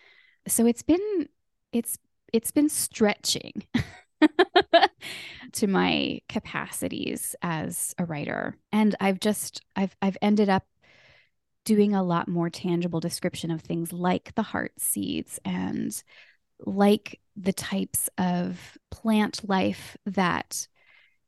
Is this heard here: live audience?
no